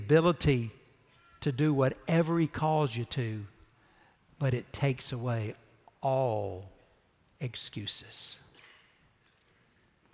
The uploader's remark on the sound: Recorded Live at Brookwood Church on 4.9.2023